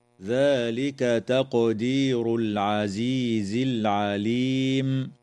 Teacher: تقلقل القاف في كلمة تقدير